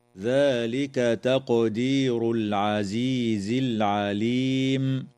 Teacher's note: تقلقل القاف في كلمة تقدير